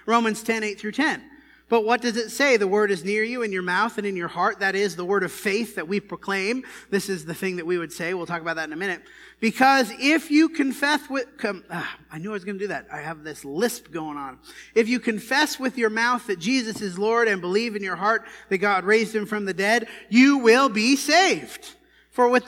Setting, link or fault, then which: setting, large echoing room